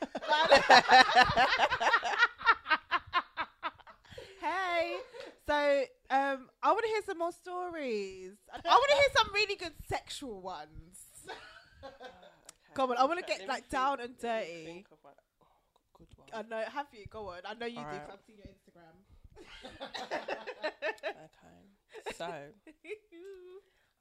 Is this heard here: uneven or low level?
yes